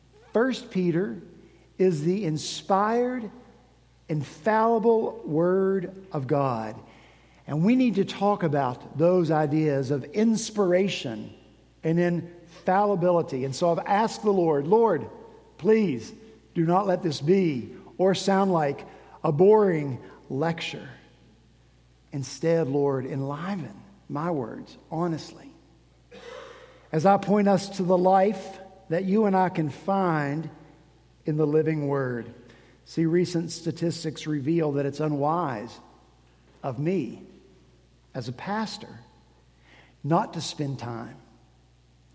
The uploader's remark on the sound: At Redeemer Presbyterian Church in Charleston, SC.